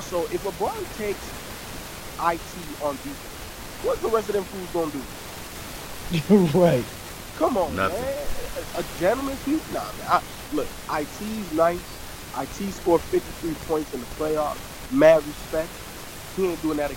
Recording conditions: background noise